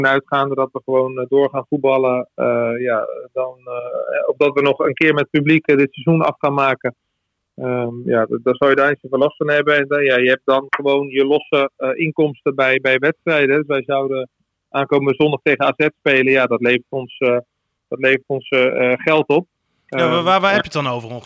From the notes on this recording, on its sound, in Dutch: Gaat telefonisch in gesprek. Het stadion is leeg.